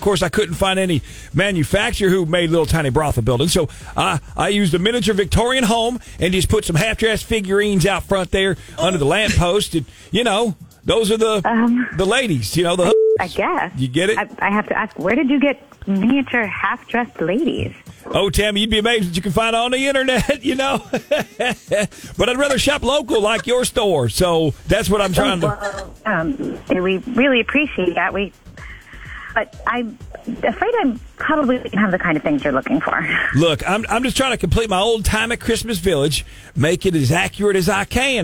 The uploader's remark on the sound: We were asked to Friday Phone Jacks Prank call her at work!